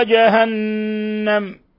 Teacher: نون مشددة تغن مقدار حركتين، جهنم، وكيف نشدد النون المشددة والميم المشددة، وكيف نظهر فيهما غنة مقدار حركتين، بأن نلصق طرف اللسان في أصول الثنايا العليا ما غن من الخشوم.